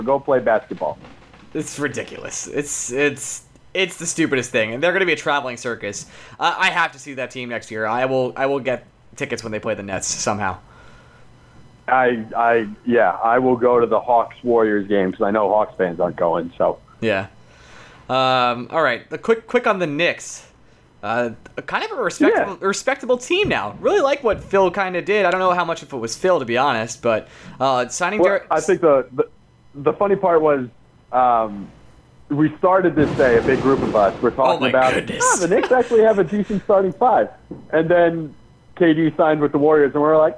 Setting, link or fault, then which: fault, background noise